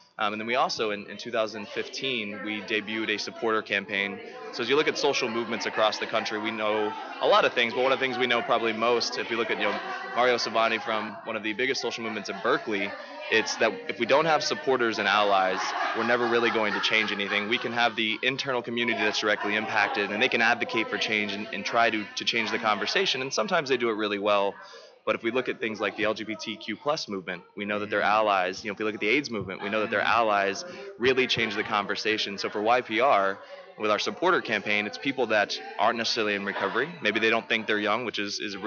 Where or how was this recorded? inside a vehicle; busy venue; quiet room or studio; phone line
busy venue